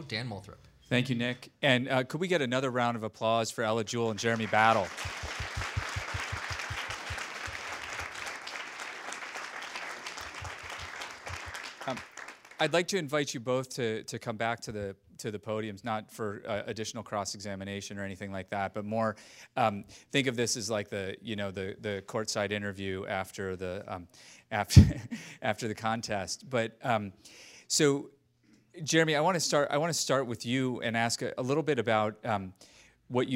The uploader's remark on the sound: The City Club of Cleveland has hosted the annual High School Debate Championship. Not only for the judges and the audience in the room. Also for our radio and television audiences.